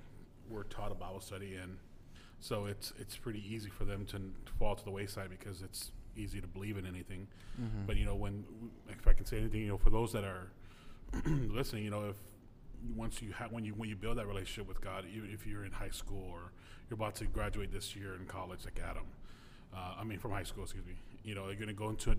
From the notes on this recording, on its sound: Live at STX CMI conf. On-site at the South Texas Campus Ministry International Conference at UTRGV.